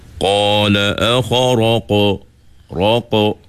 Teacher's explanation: Huruf qaf tu qalqalahnya kena tebal.